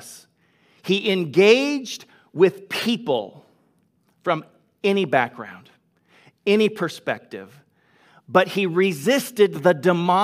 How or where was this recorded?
large echoing room